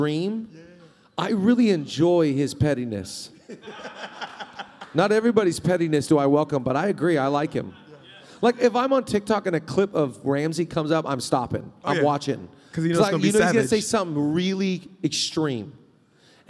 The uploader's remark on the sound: Live from Zoe Conference 2022. For a live leadership discussion at Zoe Conference 2022.